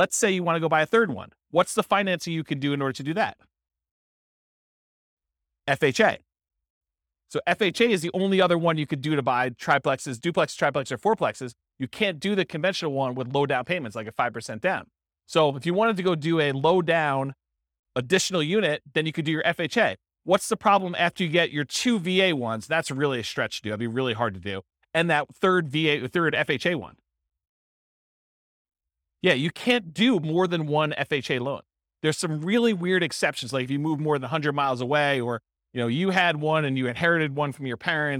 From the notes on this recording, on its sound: This was a live class recorded